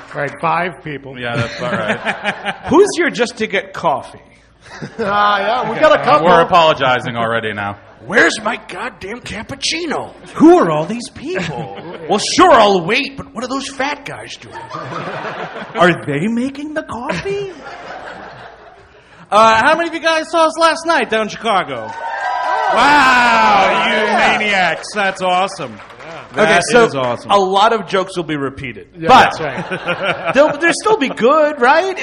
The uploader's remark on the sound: Recorded live